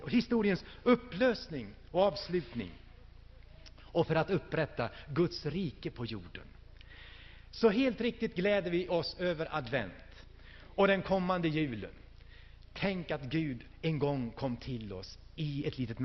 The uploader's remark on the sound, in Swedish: Inspelad i Hönö Missionsförsamling 2000-12-03.